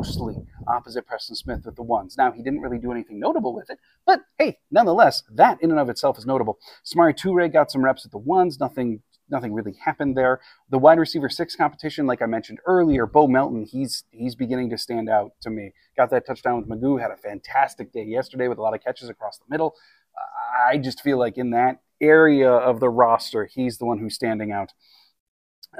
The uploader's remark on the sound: on location at a neighborhood park today